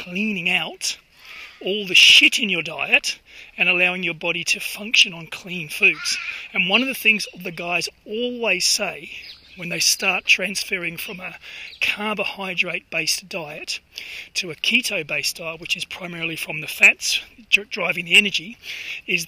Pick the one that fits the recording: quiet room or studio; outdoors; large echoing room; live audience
outdoors